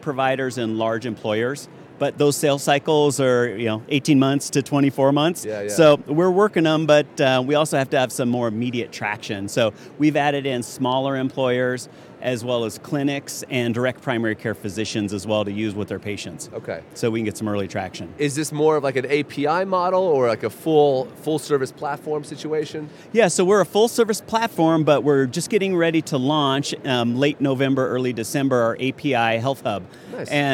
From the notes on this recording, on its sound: Our episode this week was recorded during our StartUp Health Studio interviews at the recent HLTH conference in Las Vegas.